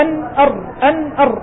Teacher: الراء يقترب من مخرج النون لكنه أقرب إلى الظهر